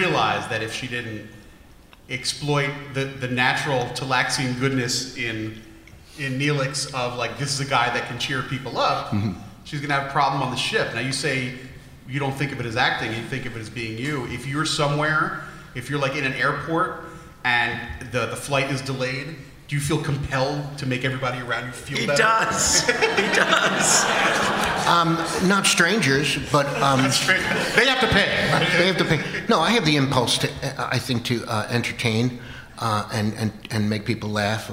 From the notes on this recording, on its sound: Recorded Live At Star Trek: Mission New York.